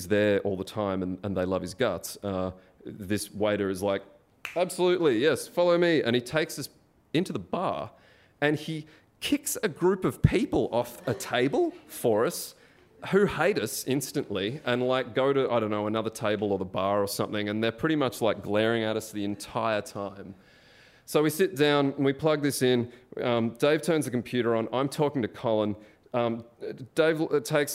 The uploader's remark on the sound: AUCKLAND ISSUE. In front of a live audience.